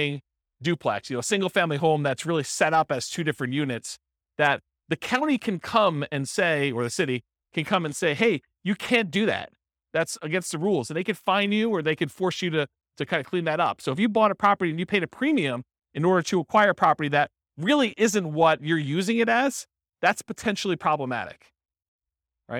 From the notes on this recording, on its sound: This was a live class recorded